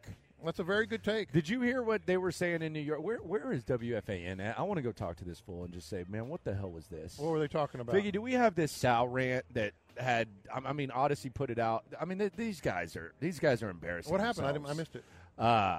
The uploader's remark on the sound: Live from Radio Row